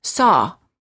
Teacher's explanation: The lips are apart and very slightly rounded, and they're oval in shape. And the tongue is slightly tense, and it's down near the floor of the mouth